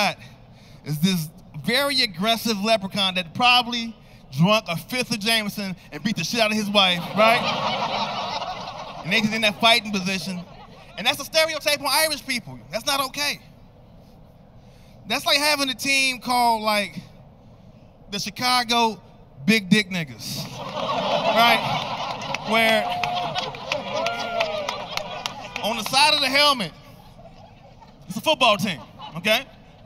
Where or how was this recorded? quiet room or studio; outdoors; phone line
outdoors